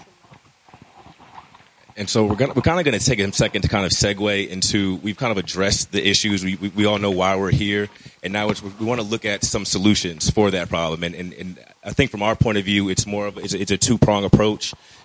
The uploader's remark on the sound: K-100 Radio was live at the #UniteATL #HipHopTownHall event that was held at the Omen Agency in downtown Atlanta.